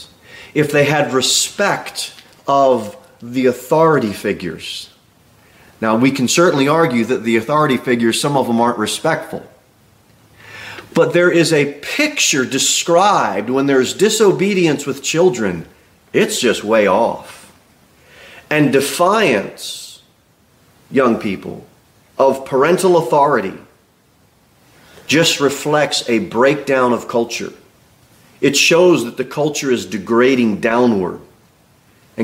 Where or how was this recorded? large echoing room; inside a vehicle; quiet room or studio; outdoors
large echoing room